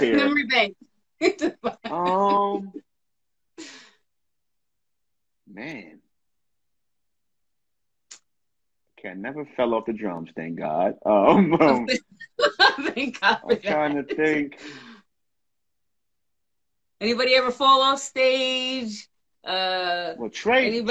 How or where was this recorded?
video call